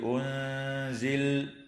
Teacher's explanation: وتخفى النون الساكنة في كلمة أنزل مع الغنة مرققة